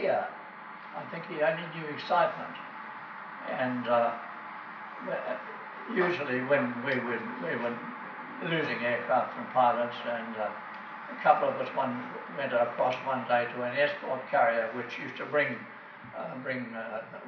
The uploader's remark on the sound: This recording was made on the 14th of May 2011 at the Cambridge Club, in Cambridge at the Wings Over New Zealand Aviation Forum’s annual gathering, which this year was the Forum Meet and Veterans Day.